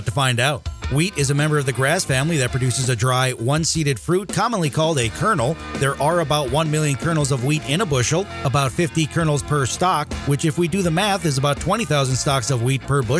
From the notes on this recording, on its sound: we are broadcasting live from Barchart's Grain Merchandising and Technology Conference in Nashville, TN.